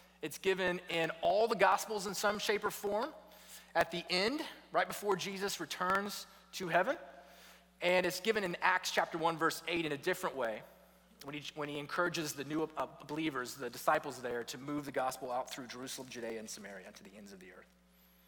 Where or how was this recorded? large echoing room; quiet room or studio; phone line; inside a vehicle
large echoing room